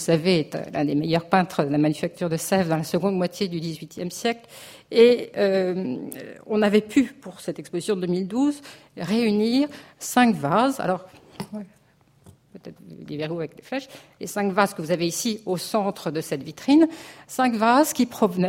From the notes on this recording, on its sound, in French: Dans le cadre du colloque « Mobiliers, ensembles, décors.